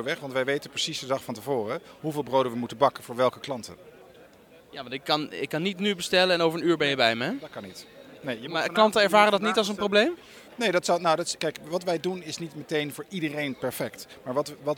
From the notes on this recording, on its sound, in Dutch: Ik sprak hem op TNW Conference 2017.